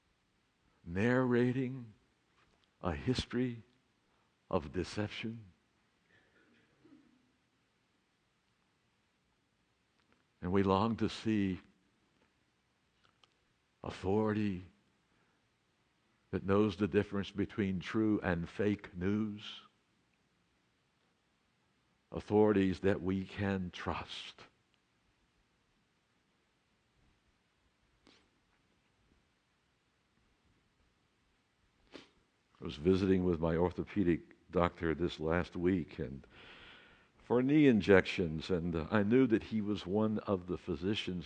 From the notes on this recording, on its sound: Awesome Authority is a podcast of portions of the worship service at Laguna Presbyterian Church. This recording is from the 8:30am worship service. The 10am service music is included at the end of this service.